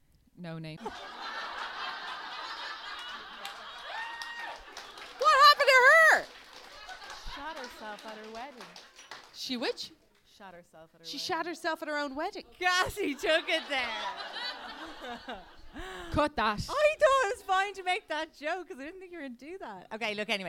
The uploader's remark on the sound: LIVE AT THE LIGHTHOUSE